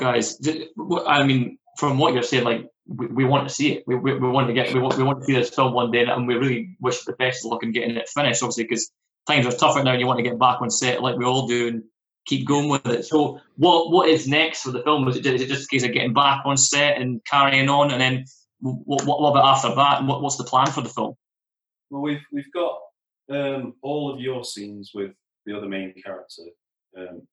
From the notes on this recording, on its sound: The Zoom season continues